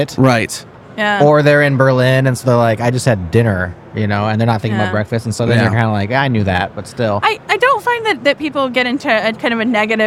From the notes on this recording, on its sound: Amid the bustling atmosphere of KubeCon